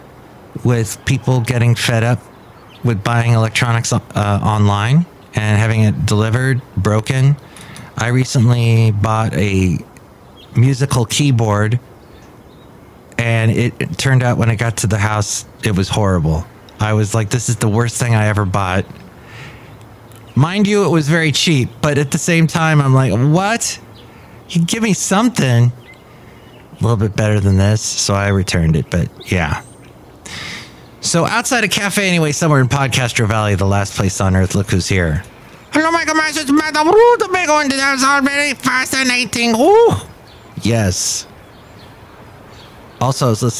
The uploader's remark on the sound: podcasts live from Café Anyway